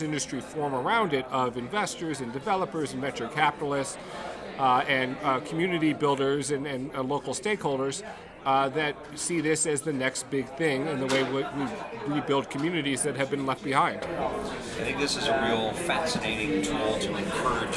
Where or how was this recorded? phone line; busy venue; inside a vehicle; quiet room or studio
busy venue